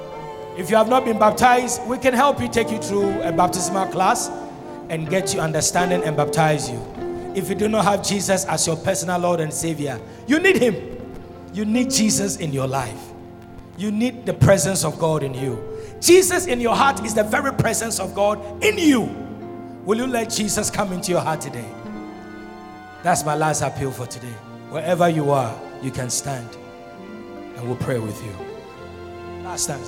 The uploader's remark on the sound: Sermon preached at Shiashie Campus